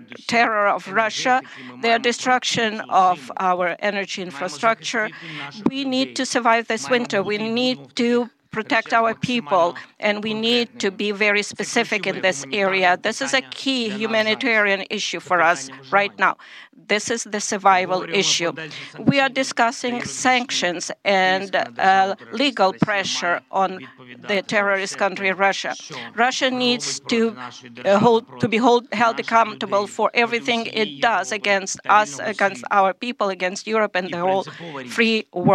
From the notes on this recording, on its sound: a joint press conference live at the White House